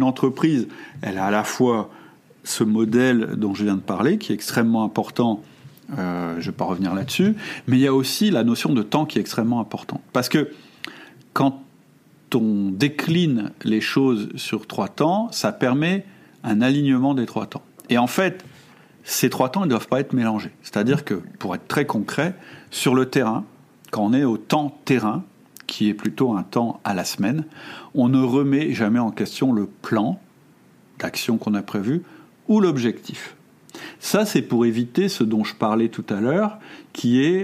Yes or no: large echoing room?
no